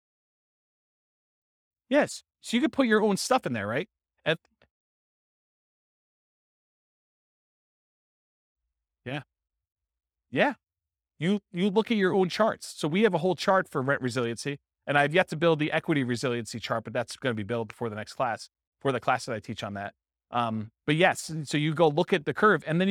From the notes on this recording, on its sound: This was a live class recorded